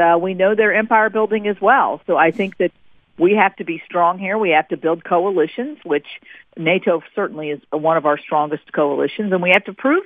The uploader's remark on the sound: Joined on the phone. Calls.